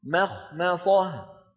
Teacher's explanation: من ميم مرققة إلى خاء مفخمة، ثم نعود إلى ميم مرققة